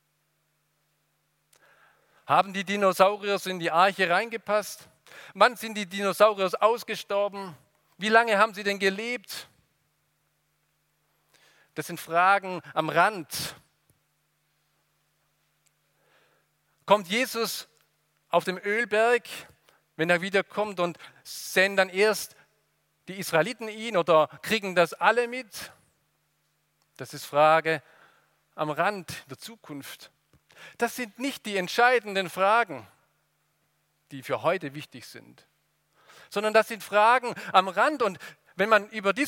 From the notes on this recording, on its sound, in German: aus dem Gottesdienst der Liebenzeller Mission